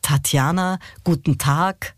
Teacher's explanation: Also hier schöne aspirierte Konsonanten. Aspirare heißt behaucht. Also das H nach dem T hörbar machen.